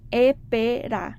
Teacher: el fonema S en la palabra espera puede ser pronunciado por un centroamericano como epera · Term: aspiración